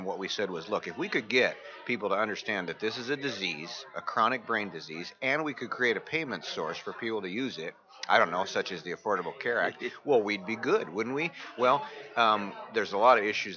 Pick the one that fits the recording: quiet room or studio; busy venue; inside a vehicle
busy venue